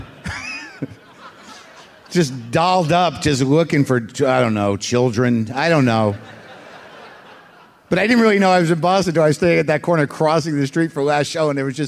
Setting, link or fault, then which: setting, live audience